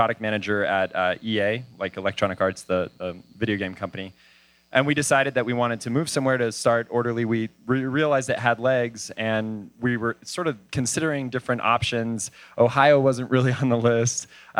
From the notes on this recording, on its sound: Live from Denver Startup Week